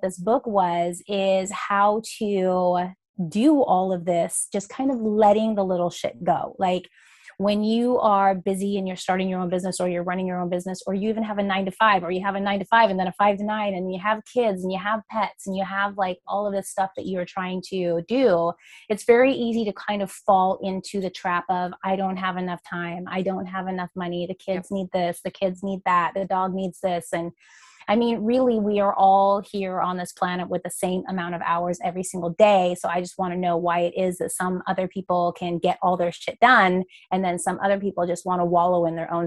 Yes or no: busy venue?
no